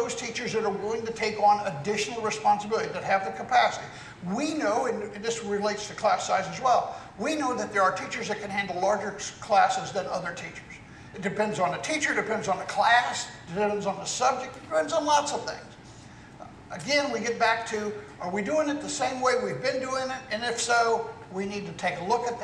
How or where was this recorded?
live audience